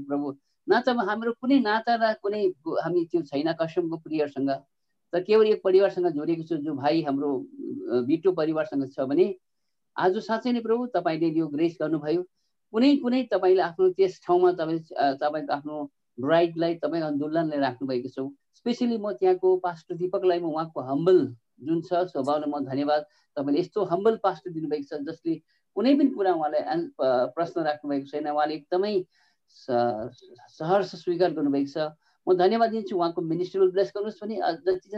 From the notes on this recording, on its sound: Zoom Meeting